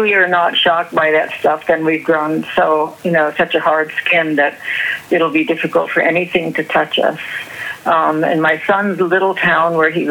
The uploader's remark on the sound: A phone conversation (recorded in 2015)